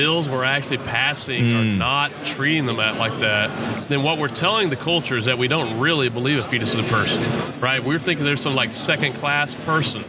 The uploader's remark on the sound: This is another episode recorded during the G3 Conference